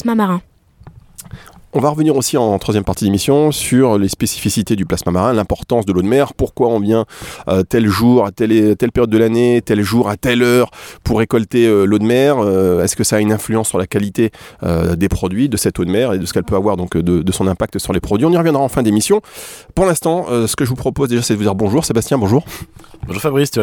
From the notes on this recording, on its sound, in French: Une émission exceptionnelle, enregistrée en direct de l'archipel de Chausey en Normandie, à bord du Sagone, le bateau de récolte d'eau de mer du laboratoire Biothalassol .